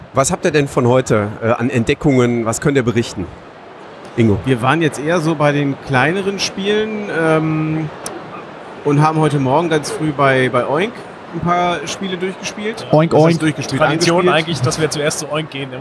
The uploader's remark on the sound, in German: Live am Donnerstag von der Spiel 2019